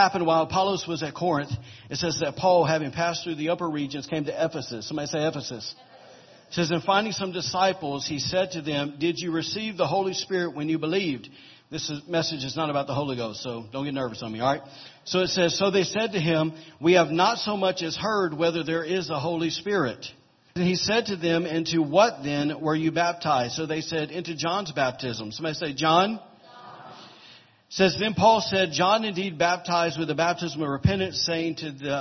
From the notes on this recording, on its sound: was recorded on October 1, 2017, during Sunday morning service at Celebration Life Family Church